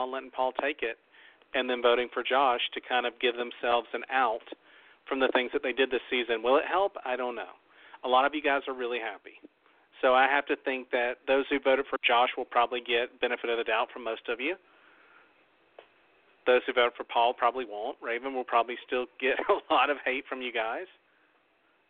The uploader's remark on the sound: We talk about ALL the events of the FINALE plus open the phone lines.